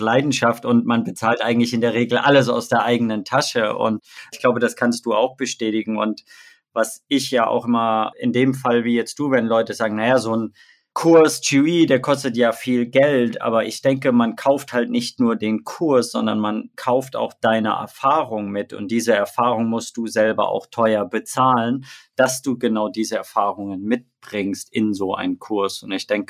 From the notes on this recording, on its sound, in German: Leider ist der Ton nicht ideal dieses Mal. In Mexico und ich in Deutschland sitze und ich ihm daher leider kein Mikro zur Verfügung stellen konnte.